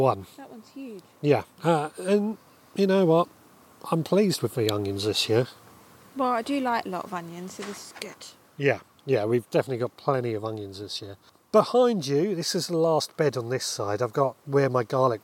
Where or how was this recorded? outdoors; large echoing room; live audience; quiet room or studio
outdoors